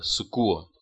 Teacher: 音标是 K，但是呢我们读的时候要读成 G，就是 school。这个是上一课我们有讲过的，叫做清辅音浊化，清辅音浊化，也就是说在重读音节